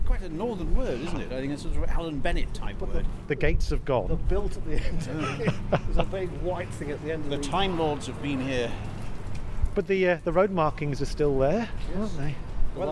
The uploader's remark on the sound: We're on location, punting on the Cam!